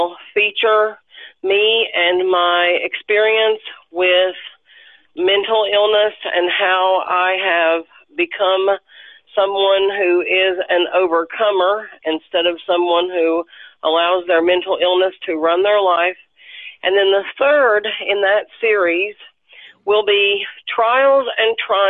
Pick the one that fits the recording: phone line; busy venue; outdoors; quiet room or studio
phone line